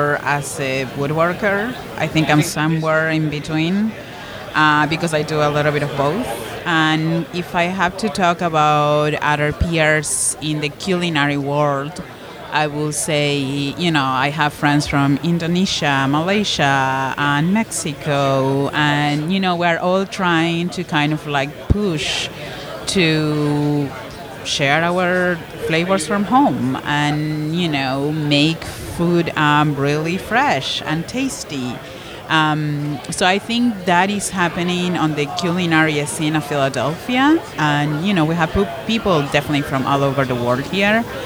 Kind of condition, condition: setting, busy venue